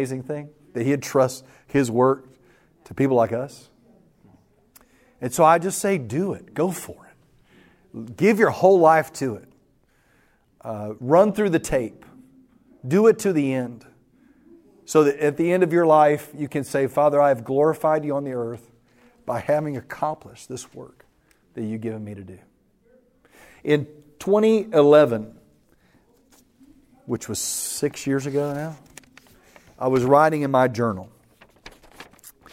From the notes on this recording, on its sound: The following audio comes from the National Disciple Making Forum by Discipleship.org. An organization called discipleFIRST hosted a track called "Invest in a Few: How to Raise Up Reproducing Disciple Makers." That’s where audio for today’s episode was recorded.